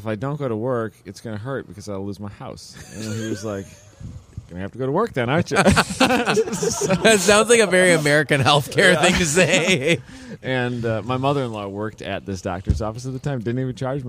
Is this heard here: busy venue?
yes